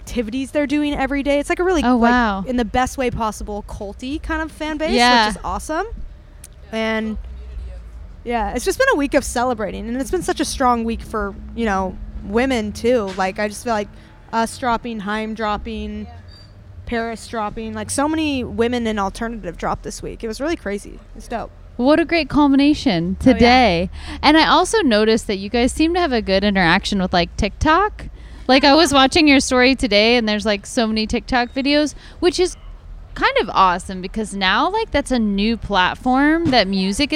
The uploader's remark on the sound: at Okeechobee Fest!